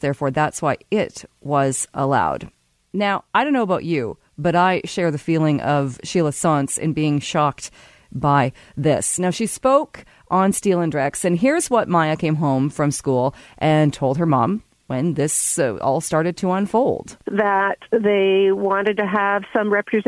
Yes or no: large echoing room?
no